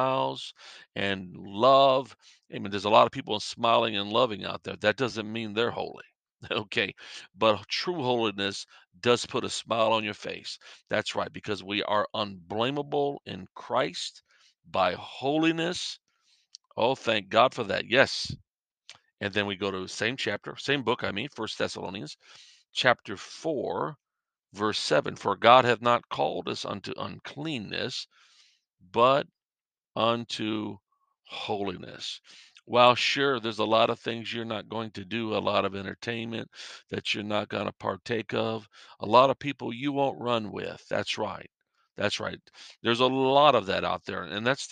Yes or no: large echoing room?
no